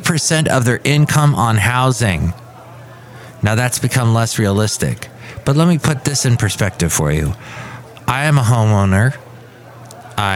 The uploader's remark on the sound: podcasts live from Café Anyway